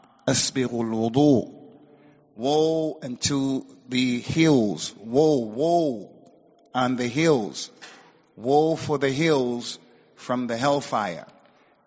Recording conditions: large echoing room